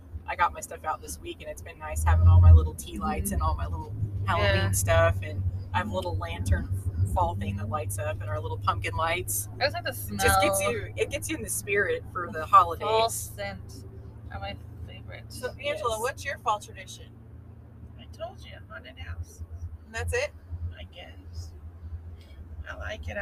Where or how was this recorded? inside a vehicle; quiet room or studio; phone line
inside a vehicle